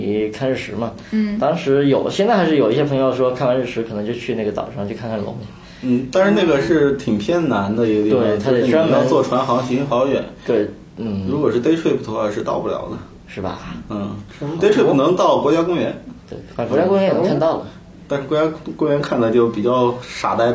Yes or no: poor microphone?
yes